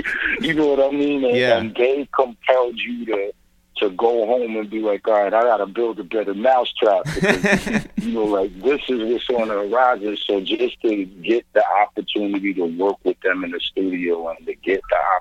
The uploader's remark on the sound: we make calls from our Upper West Side apartment